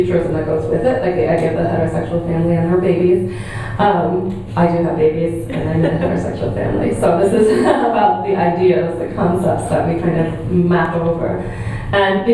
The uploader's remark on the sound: at the Worlds Literature Festival Salon: Monday 19th June 2011